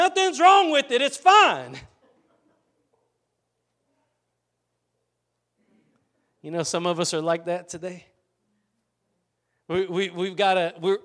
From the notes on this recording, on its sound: Preached at Gospel Lighthouse in Bossier City, La.